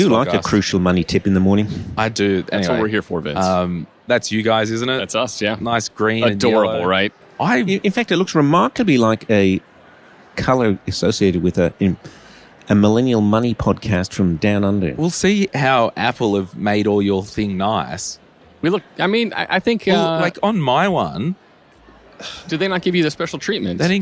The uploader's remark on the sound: This was recorded at FinCon22